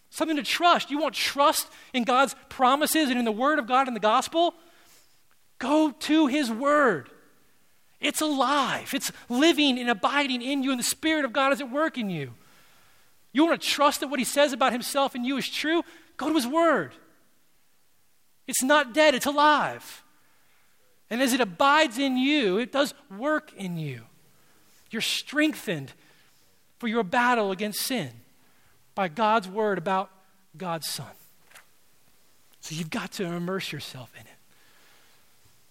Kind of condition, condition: setting, large echoing room